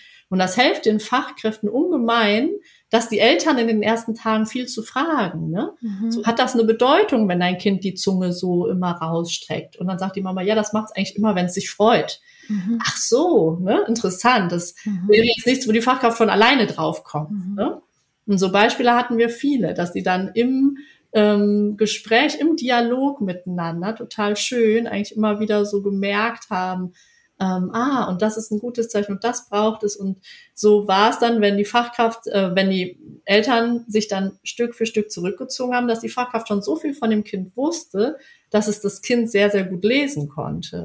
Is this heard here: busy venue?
no